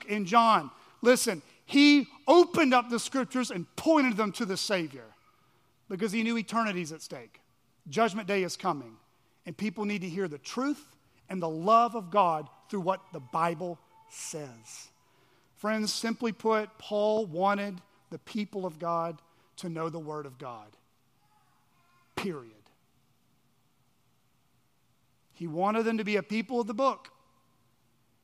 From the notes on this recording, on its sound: At Chaffee Crossing Baptist Church in Barling, AR.